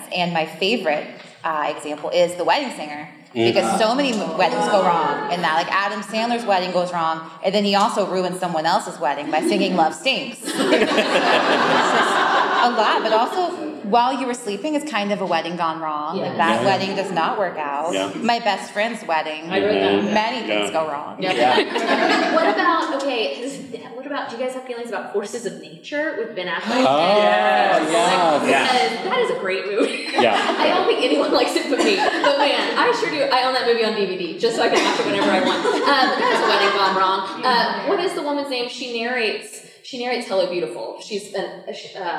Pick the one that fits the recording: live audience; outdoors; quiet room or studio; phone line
live audience